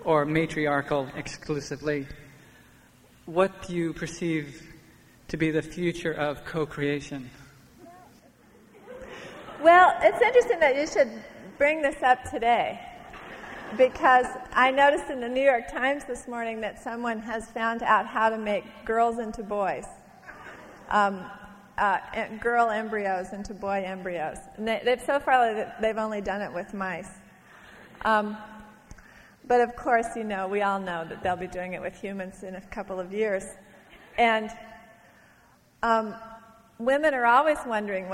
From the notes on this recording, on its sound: from a Portland Arts & Lectures event in 1991